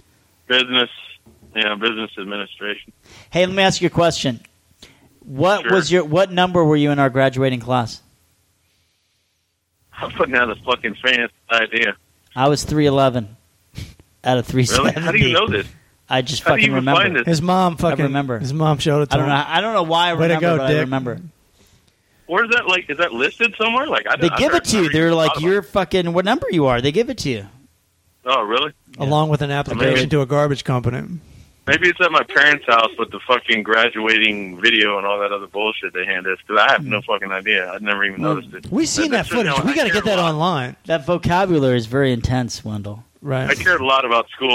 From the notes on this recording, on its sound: take listeners' phone calls